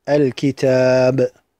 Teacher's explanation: فإن الألف ها هنا مرققة لأن التاء قبلها حرف استفال